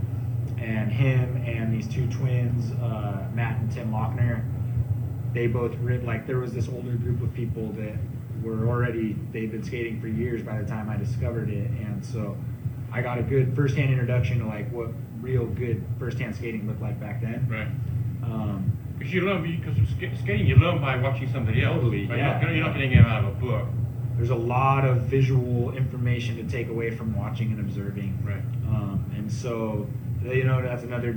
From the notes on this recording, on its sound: live at the Santa Cruz Boardroom